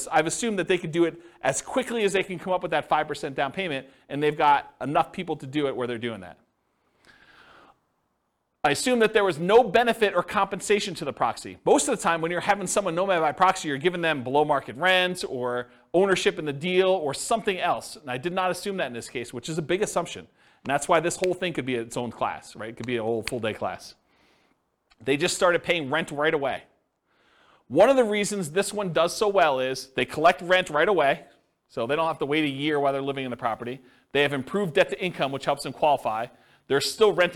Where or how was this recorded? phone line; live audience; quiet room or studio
live audience